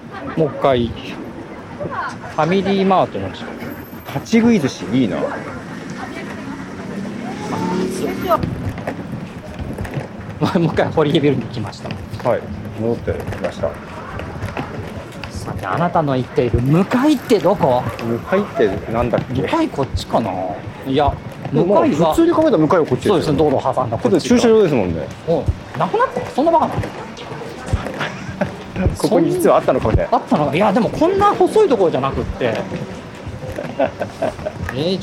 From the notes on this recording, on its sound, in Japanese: ロケ収録 モーニングを求めて名古屋駅西を歩く。